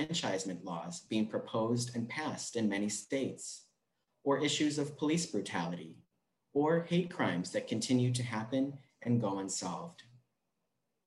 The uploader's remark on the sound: This recording features the reading and reflection from our Sunday service in celebration of LGBTQ+ Pride.